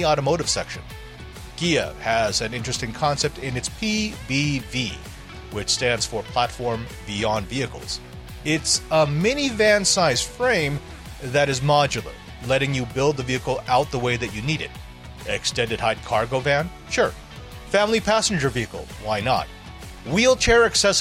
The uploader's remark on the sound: Reports live from CES 2024. The massive electronics and technology trade show.